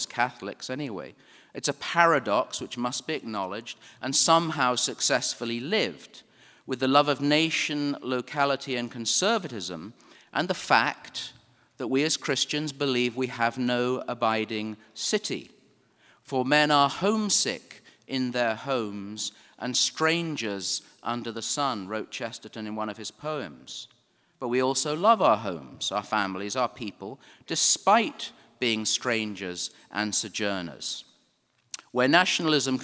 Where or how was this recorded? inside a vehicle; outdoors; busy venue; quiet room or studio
busy venue